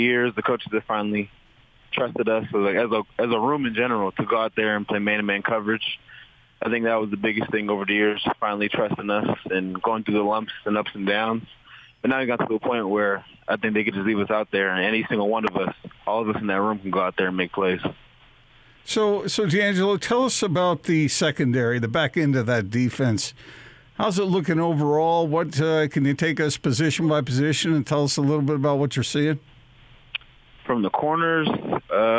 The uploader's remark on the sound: Hopped on the phone with 'The Big Show' on Wednesday afternoon following BYU's fall camp practice.